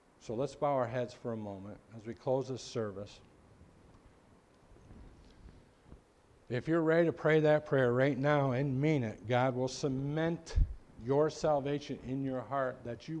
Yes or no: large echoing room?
yes